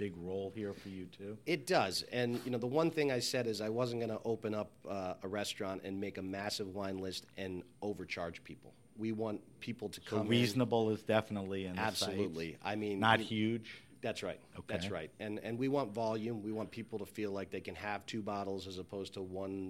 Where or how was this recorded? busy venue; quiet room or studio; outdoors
busy venue